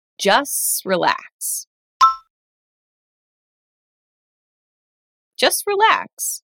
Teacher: Let's say it faster now. Try cutting the T out of just